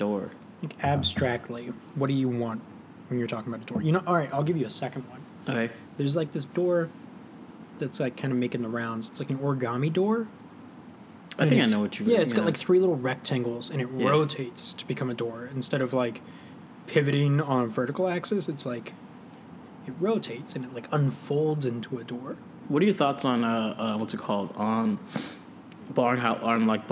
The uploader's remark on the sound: Two friends drink some coffee & tea, but it's outside this time!